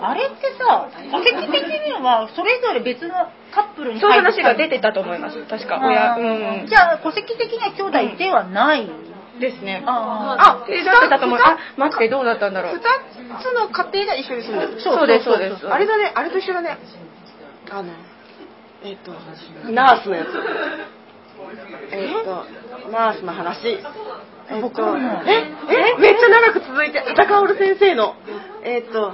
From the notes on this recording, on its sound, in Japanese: 喫茶アミーゴにて行われた公開収録イベント「少女漫画座談会」。当日イベントに参加された方の中から八人の方に推しの漫画をご紹介いただきました。